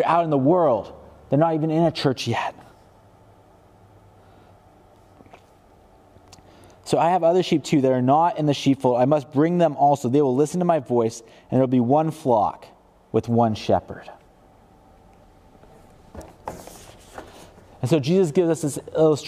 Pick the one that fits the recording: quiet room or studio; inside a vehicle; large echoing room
large echoing room